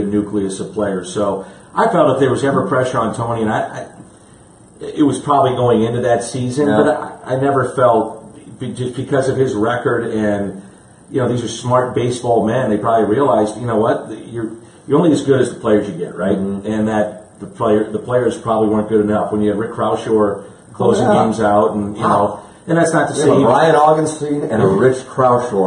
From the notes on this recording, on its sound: Live From Spring Training. Live from Cardinals Spring Training.